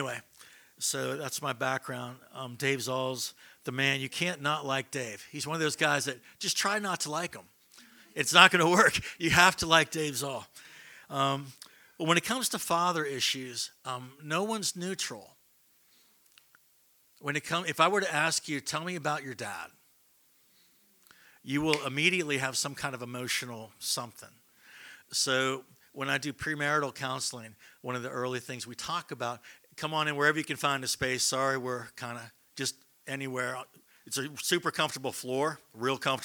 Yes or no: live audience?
yes